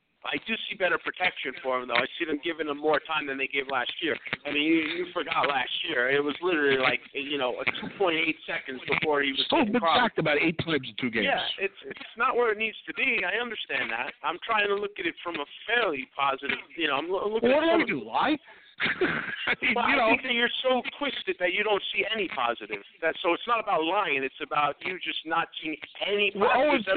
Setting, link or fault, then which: setting, busy venue